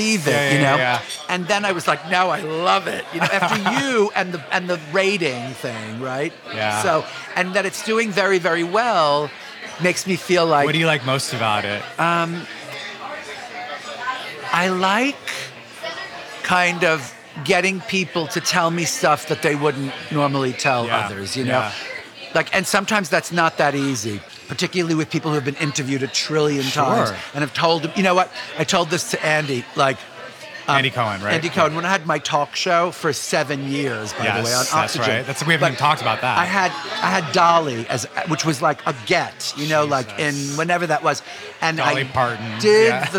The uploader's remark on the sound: Over omelets and quiche. This episode of Dinner’s On Me was recorded at Pastis in the West Village, NYC.